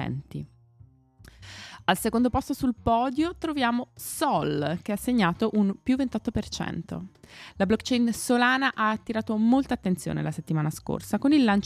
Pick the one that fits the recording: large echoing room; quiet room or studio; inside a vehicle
quiet room or studio